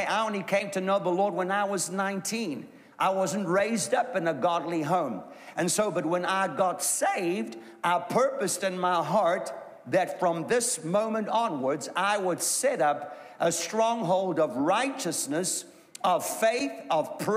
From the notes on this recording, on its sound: A sermon recorded live at the Durban Christian Centre.